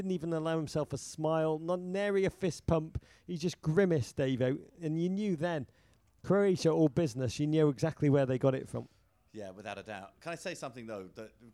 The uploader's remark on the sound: from a makeshift studio at the Budweiser Live Final Experience in NYC